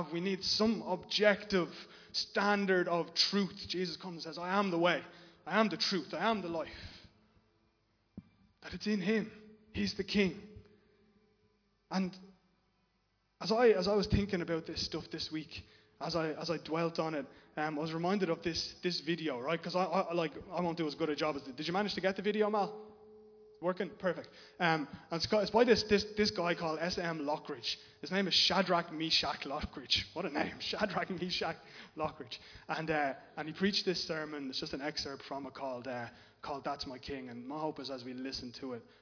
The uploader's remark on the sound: Recorded live in Liberty Church on 17 October 2021